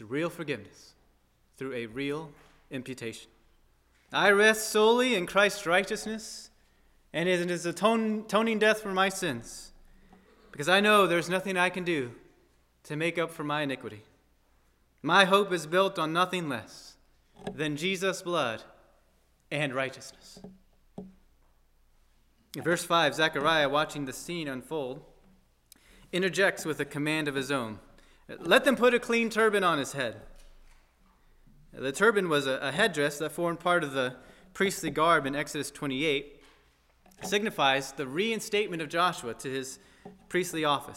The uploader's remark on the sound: at First Baptist Church in Delphi, Indiana